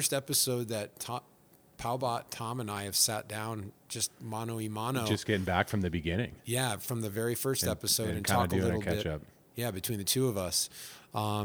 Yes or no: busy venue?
yes